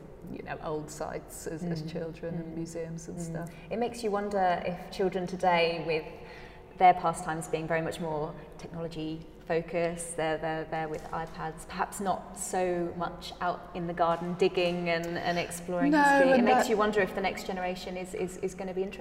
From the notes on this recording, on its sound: The haunting and echoing atrium of the Victorian prison at Lincoln Castle, surrounded by Medieval and Roman discoveries from archaeological digs in the castle grounds, as well as a nearby Saxon sarcophagus. Coffee in hand and surrounded by historical treasures.